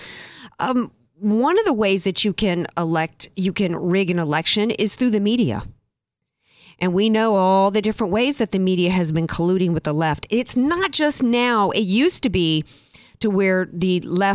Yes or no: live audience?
no